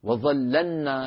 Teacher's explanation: وظللنا لا ندغم لام ظلل في النون